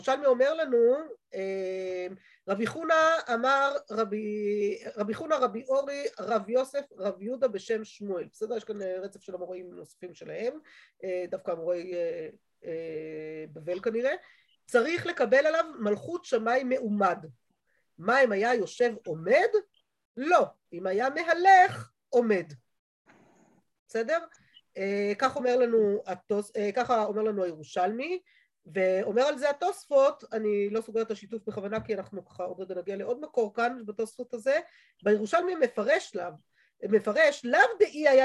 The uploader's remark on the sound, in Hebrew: השיעור הועבר והוקלט בזום בחודש אדר א ה'תשפ"ב.